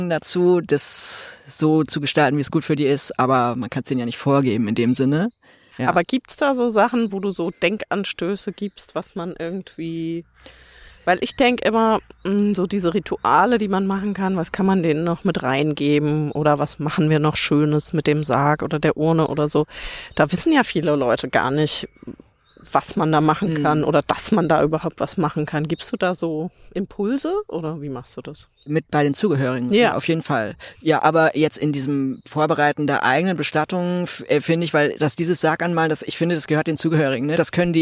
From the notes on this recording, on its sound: live auf dem Friedhof!